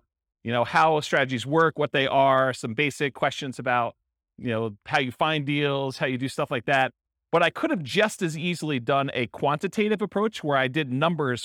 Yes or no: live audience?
yes